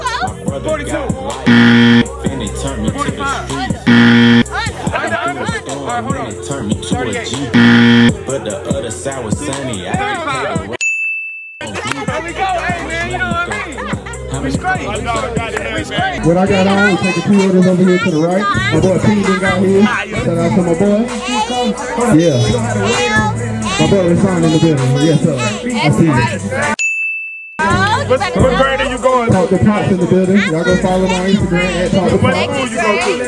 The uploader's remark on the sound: We're Live At Central Park School Drive